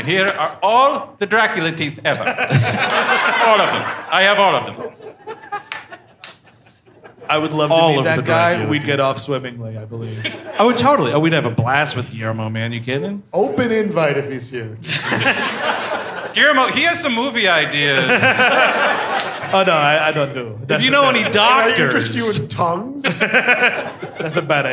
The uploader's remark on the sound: Live in Cleveland. At Hilarities in Cleveland, OH.